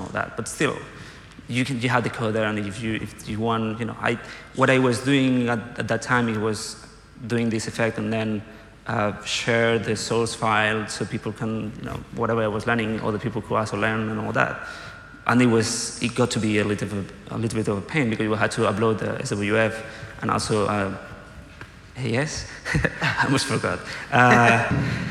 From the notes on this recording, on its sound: Live from FITC Amsterdam. Live on stage at FITC Amsterdam.